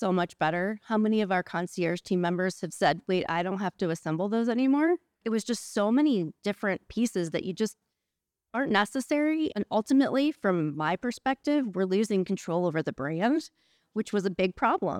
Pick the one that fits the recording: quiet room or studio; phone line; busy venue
busy venue